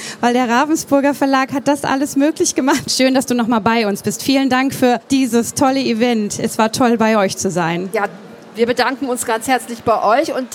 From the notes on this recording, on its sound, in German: Diesmal live von der Frankfurter Buchmesse.